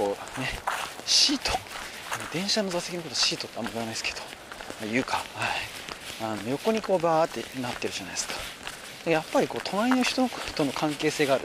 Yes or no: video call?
no